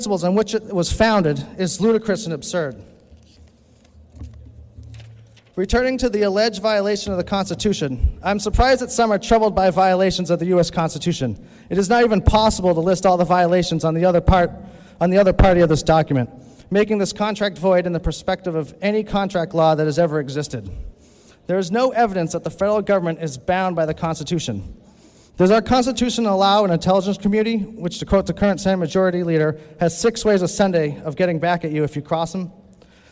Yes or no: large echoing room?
yes